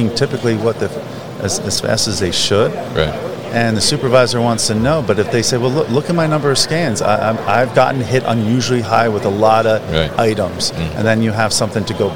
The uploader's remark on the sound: Procensis at MODEX 2022. Came by The New Warehouse booth to talk about his thoughts on the trends at the show.